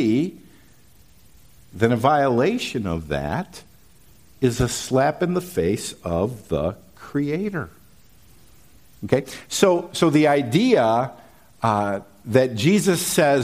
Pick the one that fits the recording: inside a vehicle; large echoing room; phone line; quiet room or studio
large echoing room